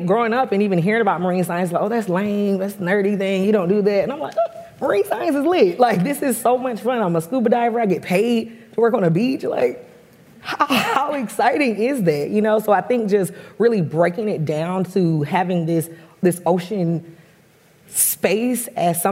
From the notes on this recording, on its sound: We listen to a panel discussion. For The Nature Conservancy in Connecticut ’s annual Nature Talks series. It was recorded in front of a live audience at Grace Farms in New Canaan, CT.